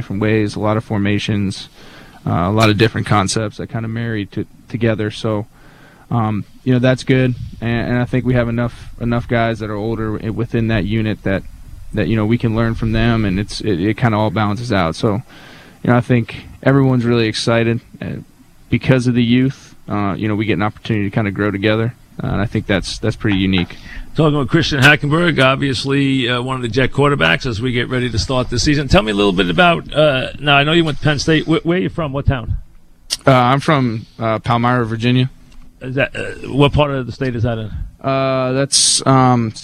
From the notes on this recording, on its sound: live from Jet camp